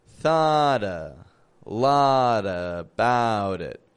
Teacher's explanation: Three flap T's. Linking all those words together.